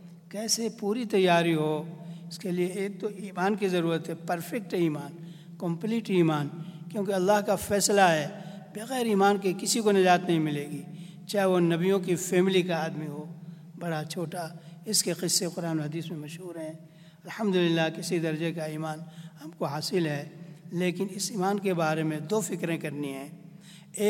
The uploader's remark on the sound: at the Houghton Masjid (West Street)